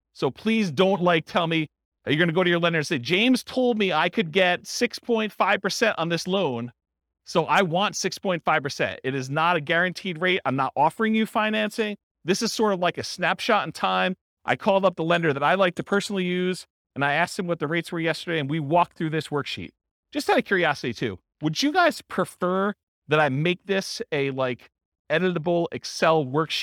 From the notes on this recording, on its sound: This was a live class recorded.